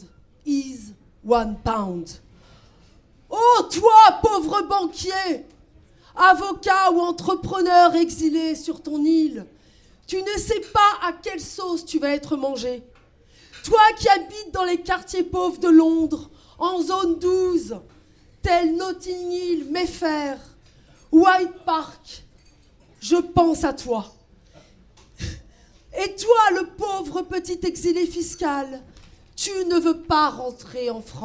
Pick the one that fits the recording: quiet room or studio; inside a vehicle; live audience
live audience